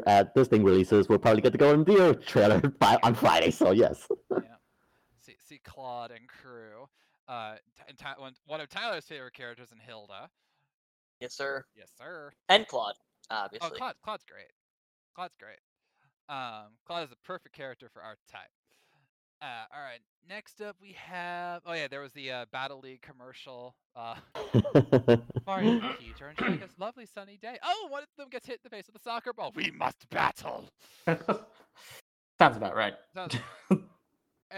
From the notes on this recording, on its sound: despite MORE technical difficulties with sound, they're going to push on!